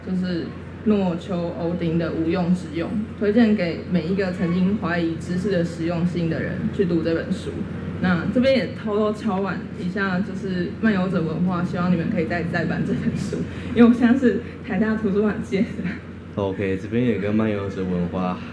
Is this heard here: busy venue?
yes